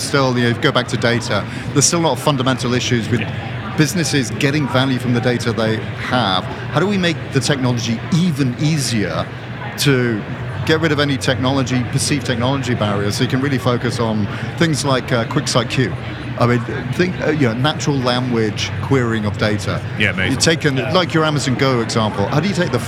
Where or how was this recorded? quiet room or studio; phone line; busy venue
busy venue